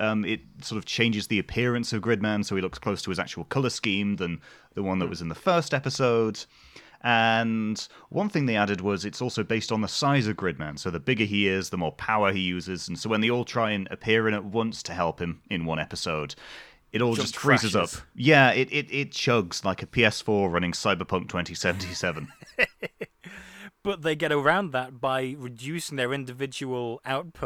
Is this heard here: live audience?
no